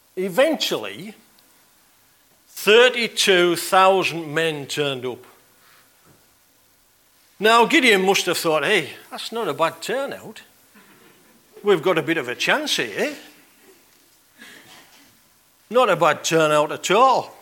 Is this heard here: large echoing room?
yes